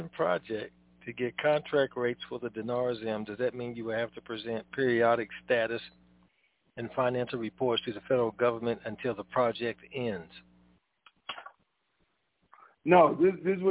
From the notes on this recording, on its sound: TNTSuperfantastic Conference Call